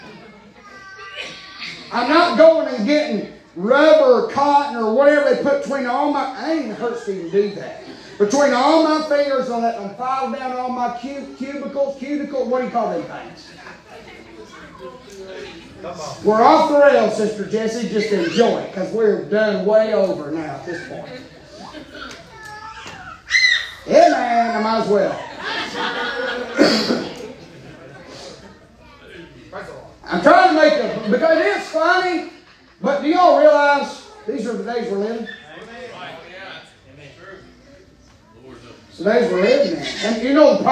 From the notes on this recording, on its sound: preaching live from Still Water Baptist Church